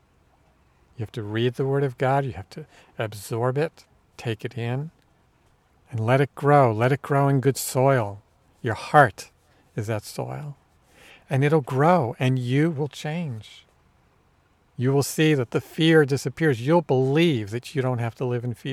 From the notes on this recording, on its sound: This week is a little different in that we are recording outside at the beach in NC, and you might even hear some seagulls and waves.